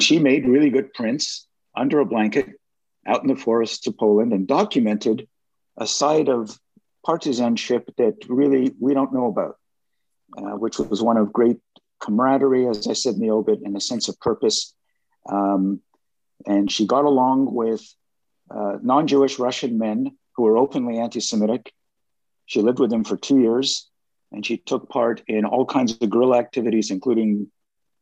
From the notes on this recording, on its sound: via Zoom